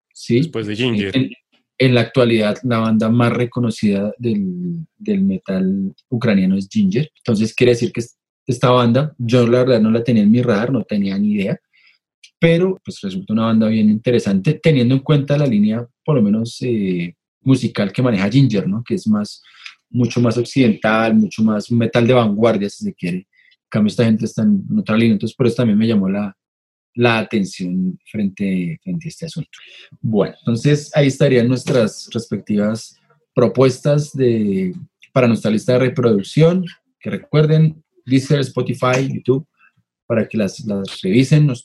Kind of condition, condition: link, video call